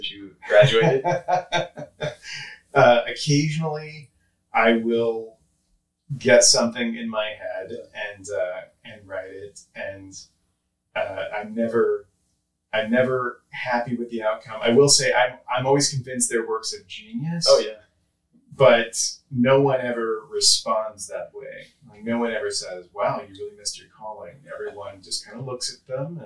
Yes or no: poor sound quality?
yes